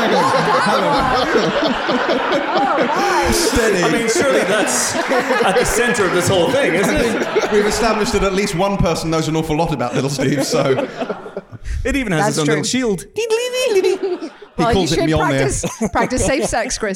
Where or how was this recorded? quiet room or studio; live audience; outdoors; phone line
live audience